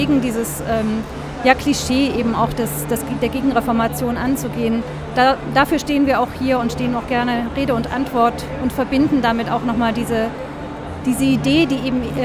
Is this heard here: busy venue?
yes